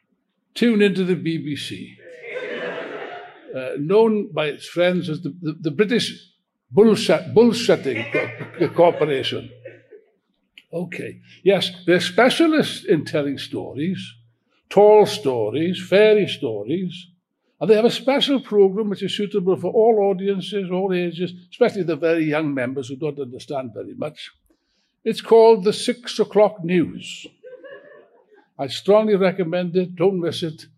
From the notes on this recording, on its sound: taken from the opening rally of the recent Revolution Festival